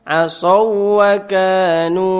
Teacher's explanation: Jadi wawunya yang pertama seakan-akan enggak ada, langsung wawu yang kedua bertasdid.